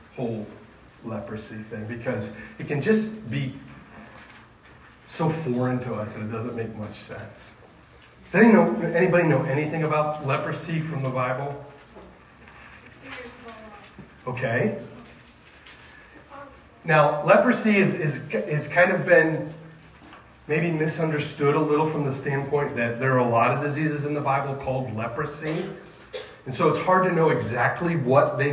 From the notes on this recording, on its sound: This sermon was preached to a Junior High audience